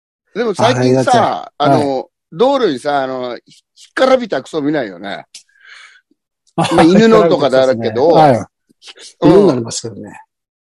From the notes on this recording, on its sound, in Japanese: ZOOMで収録。